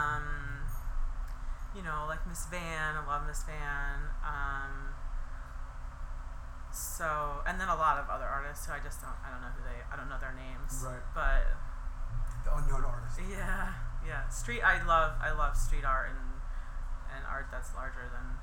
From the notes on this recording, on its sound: The Alchemist which has its main location in Stowe, VT. I had the pleasure of interviewing her on location at the brewery.